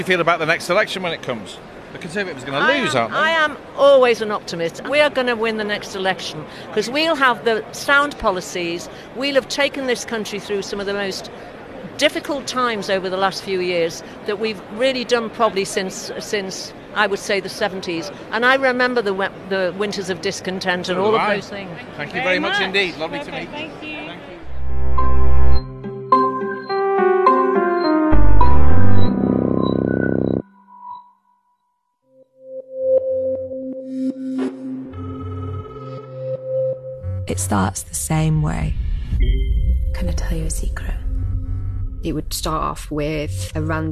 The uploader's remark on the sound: Is at the party’s conference in Birmingham.